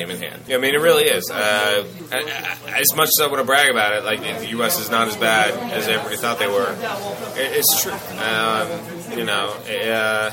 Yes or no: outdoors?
yes